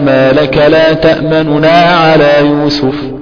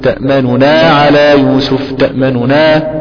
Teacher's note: تمام، انت ممكن تكون بتقرا التراب الحدريه مثلا، او تقرا بالحدر، او ما انت راجل متمكن، تمام، ولكن هو الاتيان بانك تاتي بها على الشكل القويم، انك تضم ضم بسيط، انك تضم ضم سريع وتخفض صوتك عند الضمه. · Term: الروم